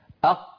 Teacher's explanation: الهواء المضغوط محبوس خلف اللسان يريد الخروج فيجد الطريقة أمامه مسدودة